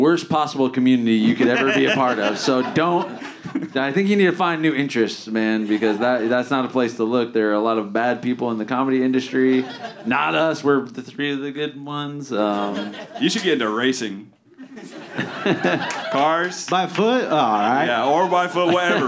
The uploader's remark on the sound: The lads do a live show in LA. Live at The Dynasty Typewriter in Los Angeles.